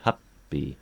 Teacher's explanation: they're trying to articulate the two P's, because that's how they learned English, from the spelling